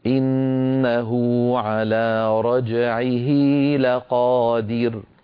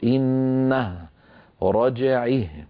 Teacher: الصلة الصغرى هي صلة هاء الضمير للمفرد الغائب المذكر بواو لفظية إن كانت الهاء مضمومة، وبياء لفظية إن كانت الهاء مكسورة بشرط أن تقع الهاء بين متحركين، نحو قوله تعالى إنه على رجعه لقادر، فأشبعنا ضمة إنه وأشبعنا كسرة رجعه إلى أن صار هناك حرف مد منطوق · Shown in: first take